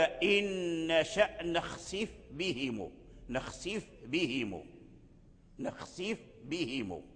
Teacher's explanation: إذن فقوله تعالى إن شأ نخسف بهم، نخسف بهم، نخسف بهم. فإذا لم تخرج الفاء من مخرجه أي من باطن الشفتين مع رؤوس الثنايا، إذا لم تركز على مخرج الفاء ثم أسرعت إلى مخرج الباء، فالفاء إما أنه لا يظهر وإما أنك تدغمه، خصوصا أن الباء فيها شدة، الباء فيها شدة. · Term: إظهار الفاء عند الباء